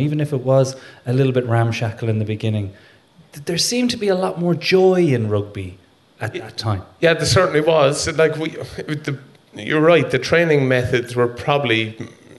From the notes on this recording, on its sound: in front of a sold out Sugar Club at the Dublin Podcast Festival